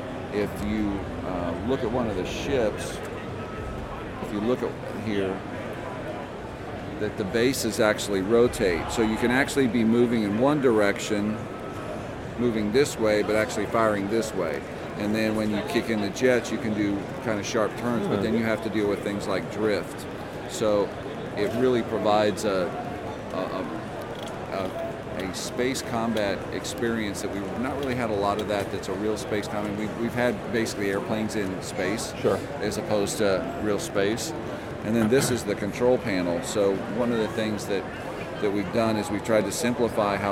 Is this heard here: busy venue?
yes